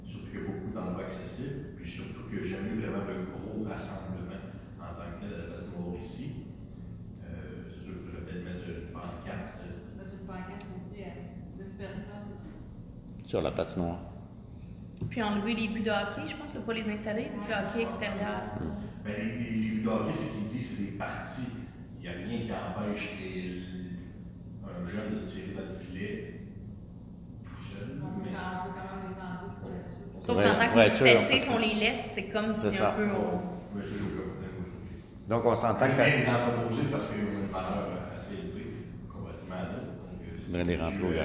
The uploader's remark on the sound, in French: Enregistrement de la séance du conseil municipal de Saint-Sévère